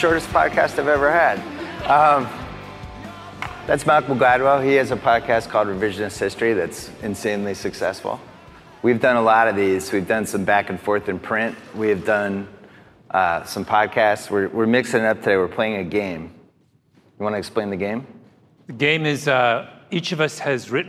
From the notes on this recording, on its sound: Live From NYC's Advertising Week. Host a live podcast event for NYC's Advertising Week.